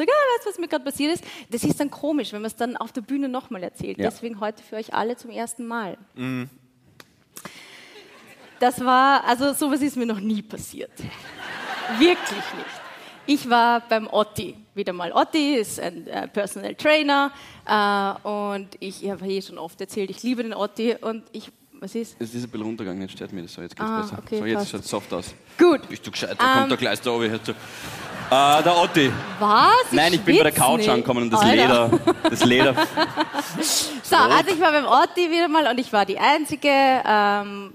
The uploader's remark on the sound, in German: Hawi D'Ehre LIVE - GLOBE WIEN